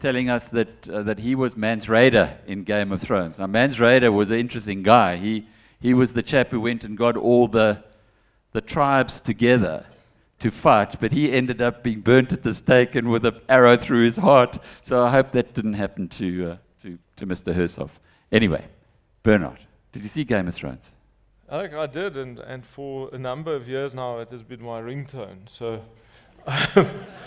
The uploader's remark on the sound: at the third BizNews Conference in the Drakensberg